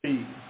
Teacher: It is a high front vowel sound pronounced E.